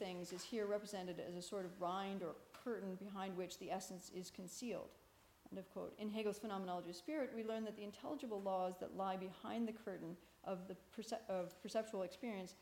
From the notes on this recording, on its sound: This talk is part of the Shakespeare and Hegel symposium, held at Garrick's Temple to Shakespeare (Hampton, London) on April 1, 2017.